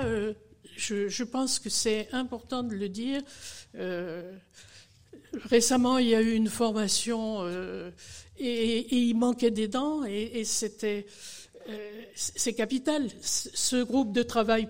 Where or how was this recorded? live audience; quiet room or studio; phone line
live audience